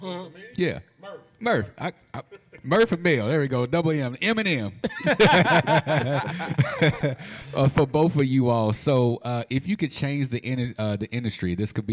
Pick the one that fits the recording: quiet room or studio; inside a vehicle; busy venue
busy venue